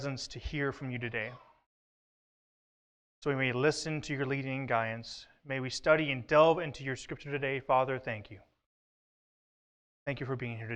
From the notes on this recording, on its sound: at The Well, an Acts 29, Converge Heartland, SBC church in Hastings, Nebraska.